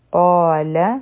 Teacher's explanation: قاف غټ حرف دی لام نری دی بیا دی لن لام او نون به یو ځای شي مخکې